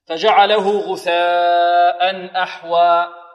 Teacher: لأن الهمزة اجتمعت مع حرف المد في كلمة واحدة، غثاء يمد بمقدار أربع حركات · Term: مدا متصلا